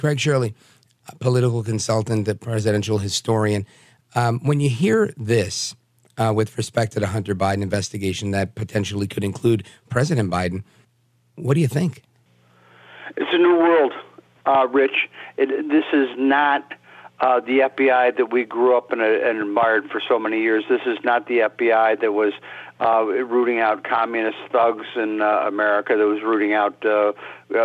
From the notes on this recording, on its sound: takes your calls on Open Phones Across America